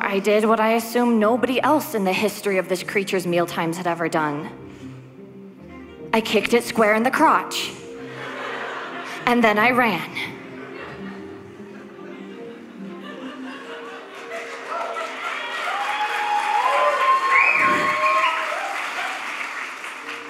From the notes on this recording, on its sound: This special bonus episode features the performance from our Halloween Live Tour at The Stanley Hotel in Estes Park, Colorado on October 3, 2019. This special bonus episode features the performance from our Halloween Live Tour at The Stanley Hotel in Estes Park, Colorado.